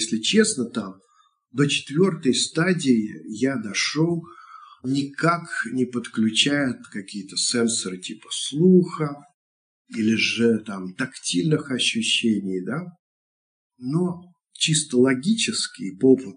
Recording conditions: video call